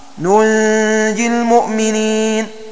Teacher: بتخفيف الجيم ومن ضرورته سكون النون